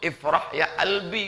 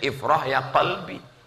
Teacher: Sedangkan qaf itu dia baca alif. · Shown in: first take · Makanya lagu …, …, kata dia.